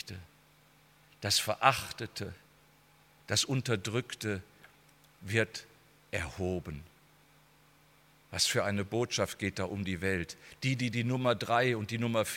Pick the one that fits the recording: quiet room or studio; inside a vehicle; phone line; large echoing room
large echoing room